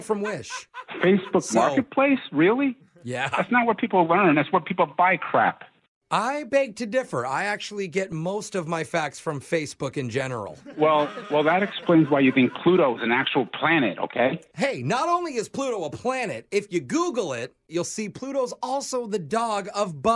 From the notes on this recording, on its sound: Phone Tap